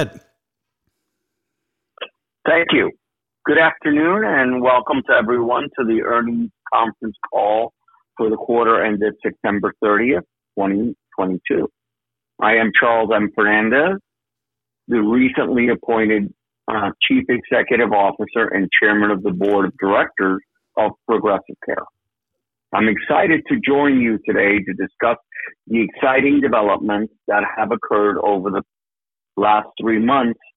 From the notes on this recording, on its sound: Progressive Care Shareholder Conference Call